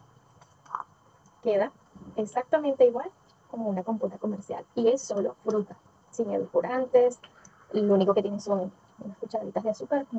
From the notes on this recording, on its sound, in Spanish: Video recorded with my Xiaomi Redmi 9a cell phone. Video grabado con mi celular Xiaomi Redmi 9a. Editado en la App CapCut.